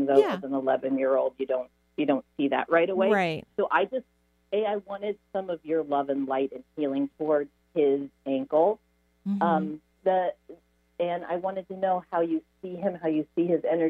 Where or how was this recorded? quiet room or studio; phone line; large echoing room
phone line